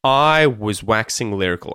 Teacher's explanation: Because we're using was and were as an auxiliary verb with another verb after it, the one that comes after is the important one that we need to hear. Was and were get reduced, and so you'll say was and were using the schwa sound.